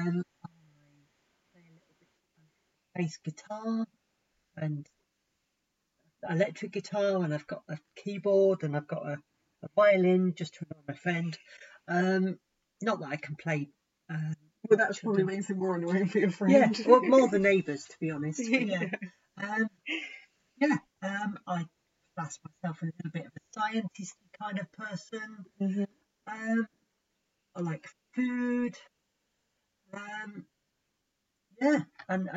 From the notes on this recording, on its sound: sorry poor sound quality